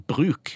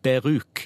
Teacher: Og iranere vil derfor ofte si beruk, sette inn en ekstra vokal, og dermed lage seg en ekstra vokal stavelse · Shown in: second take · Term: hjelpevokaler